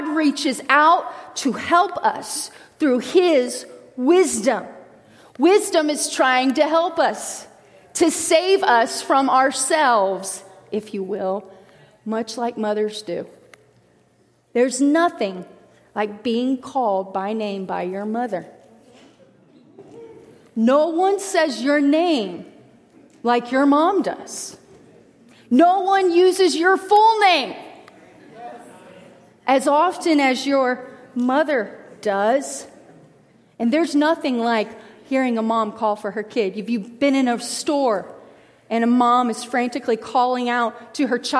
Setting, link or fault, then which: setting, large echoing room